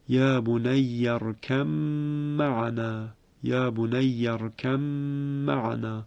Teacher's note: به جهت اینکه میم مشدد غنه دارد دو حرکت هم کشیده می شود. در اینجا قنبل که یکی از راویان ابن کثیر هست بنابر همون وجه مشهور حفص از او روایت شده است، یعنی به ادغام ارکم معنا، ارکم معنا.